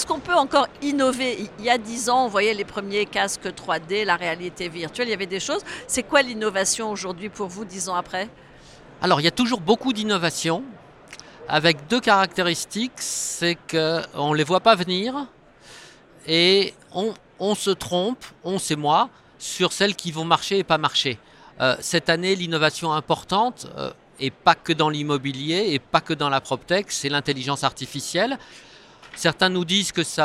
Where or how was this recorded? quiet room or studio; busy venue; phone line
busy venue